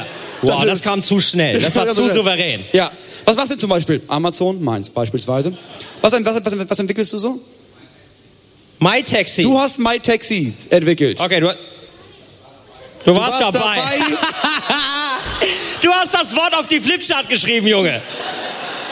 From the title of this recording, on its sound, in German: live vom Podcastfestival Hamburg